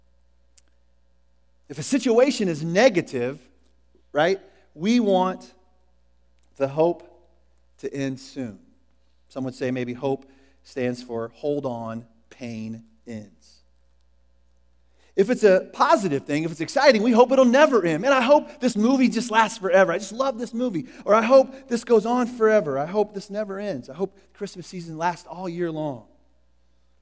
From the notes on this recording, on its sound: Was recorded at The Calling Community Church located in Platte City, Missouri. Services are held at the Platte County High School Auditorium.